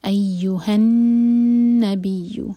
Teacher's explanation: नून पर शद्दा, तो नून पर गुन्ना किया जाएगा, दो सेकंड्स का टाइम देंगे और एक हरका खींचेंगे.